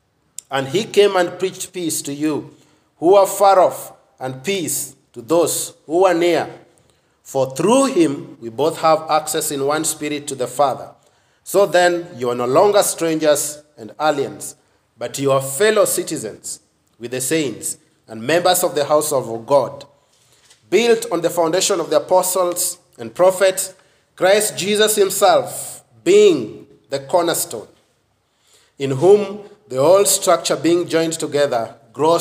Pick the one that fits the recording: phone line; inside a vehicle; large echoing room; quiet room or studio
large echoing room